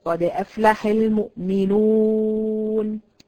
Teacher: الواو المادية تخرج من الجوف وتخرج بضم الشفتين وبروزها إلى الأمام، يعني لازم الشفتين تخرج للأمام كده زي ما أنت شايفاها كده بمستديرة كده.